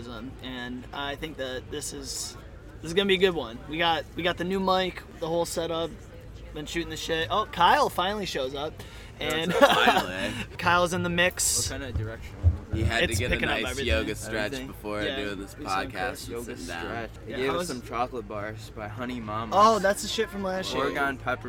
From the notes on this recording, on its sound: Located at Snow Ridge in Turin, NY. We recorded this while we were vending at Otis Mountain Get Down 2018! There is engagement with festival goers.